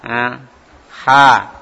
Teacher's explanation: Ha ini keluar dari tengah tenggorokan